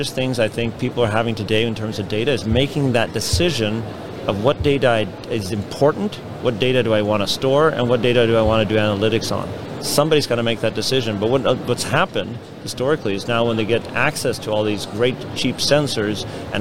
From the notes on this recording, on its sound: at the IoT Solutions World Congress